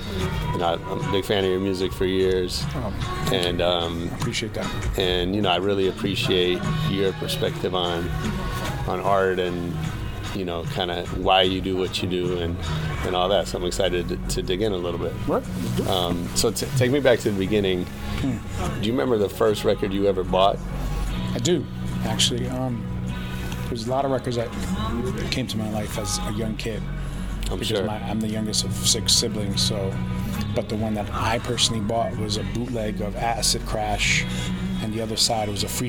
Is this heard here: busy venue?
yes